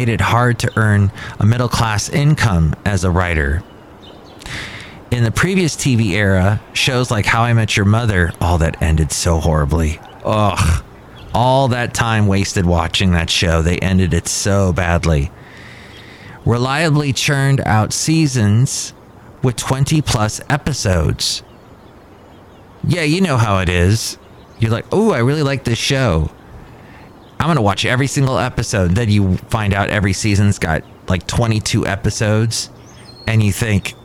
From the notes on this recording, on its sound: podcasts live from Café Anyway